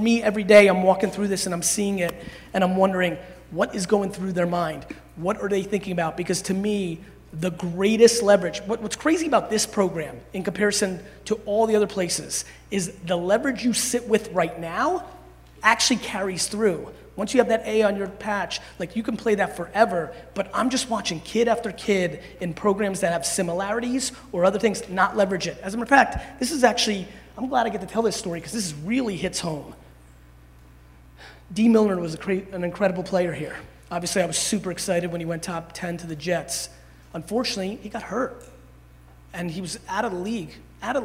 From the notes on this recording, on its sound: Speech to Alabama Football Team. Keynote.